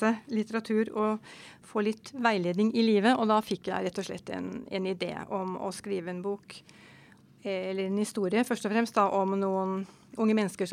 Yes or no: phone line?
no